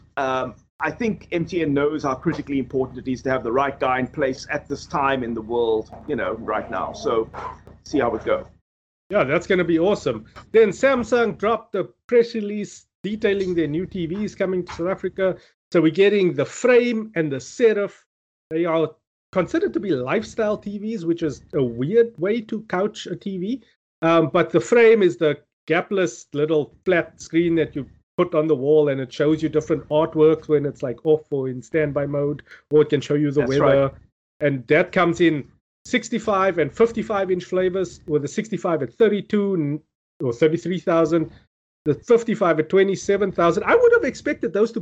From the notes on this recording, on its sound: Recorded via Skype